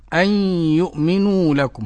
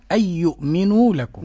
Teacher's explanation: بعدم الغن عند الياء والواو · Shown in: second take · وفي الواو والياء دونها خلف تلا، دونها دون الغن.